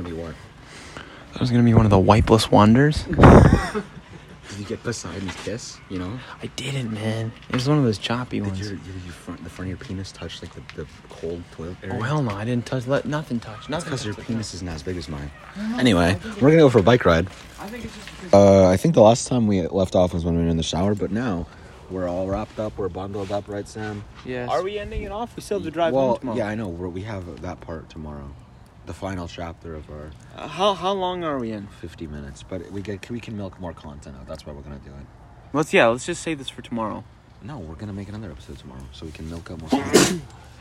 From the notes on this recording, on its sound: the first ever camping trip audio vlog